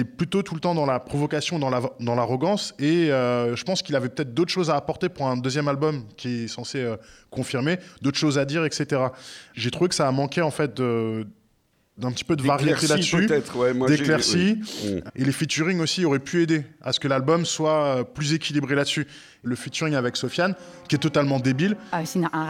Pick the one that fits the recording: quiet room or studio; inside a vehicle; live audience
live audience